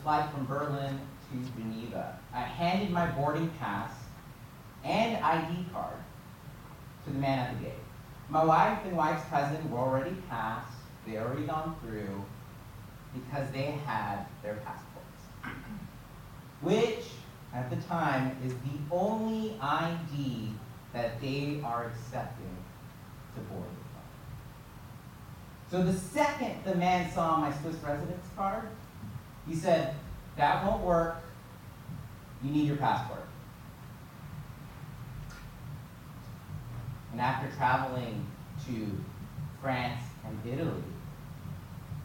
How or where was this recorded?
large echoing room